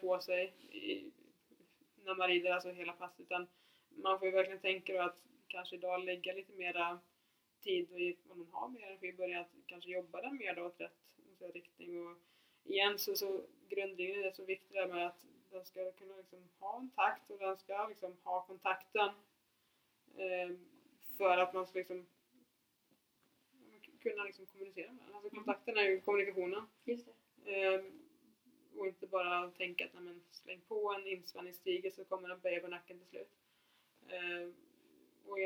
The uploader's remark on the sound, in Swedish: Ljudet är tyvärr lite lågt i detta avsnitt.